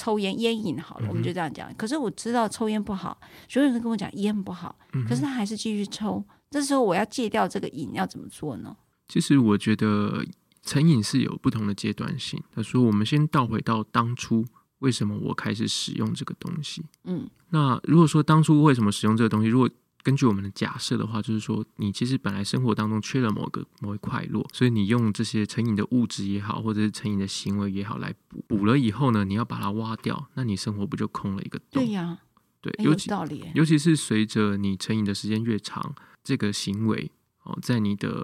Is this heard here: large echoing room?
no